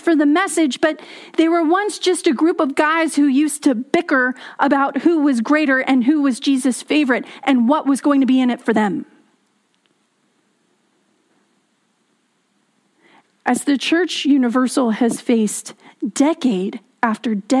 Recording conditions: large echoing room